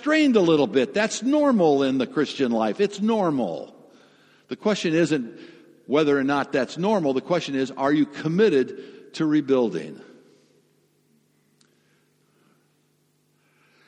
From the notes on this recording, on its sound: Sermon audio from FIBC Copenhagen